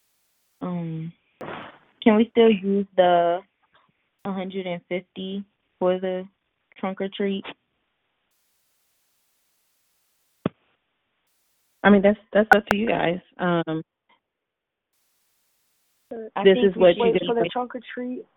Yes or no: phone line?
yes